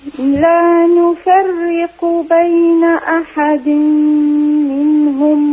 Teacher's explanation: راء مشددة مكسورة يعني مرققة